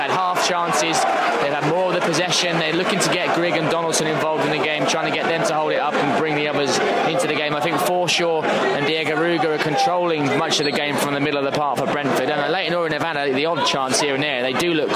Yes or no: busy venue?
yes